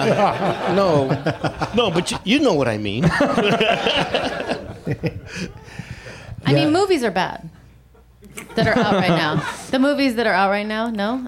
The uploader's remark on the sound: Live from the UCB Franklin